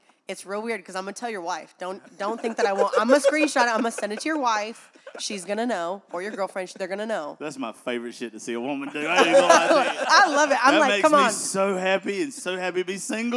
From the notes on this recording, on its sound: broadcasting live from the iconic Live Oak Music Row in Nashville